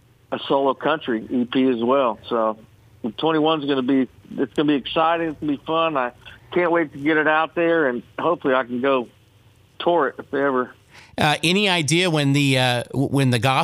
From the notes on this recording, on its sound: called into the show this morning